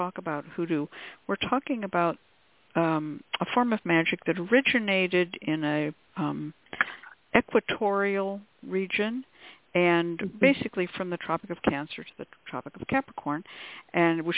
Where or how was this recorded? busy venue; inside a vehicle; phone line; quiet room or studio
phone line